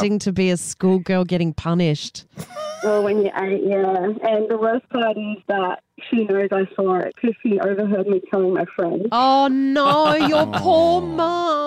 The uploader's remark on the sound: We had some crazy calls